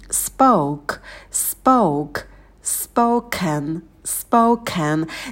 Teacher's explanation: Spoke, также на п у нас нет придыхания, потому что он идет после с. И потом у нас дифтонг эу передний, и на к добавляем придыхание.